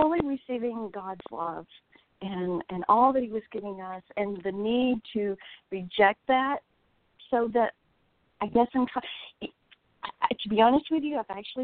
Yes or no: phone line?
yes